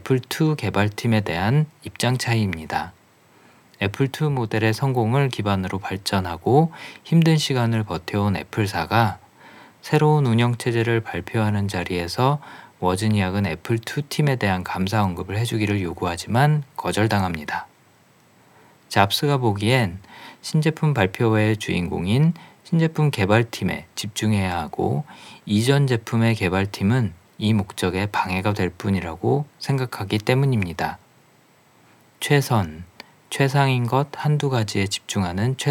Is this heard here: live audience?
no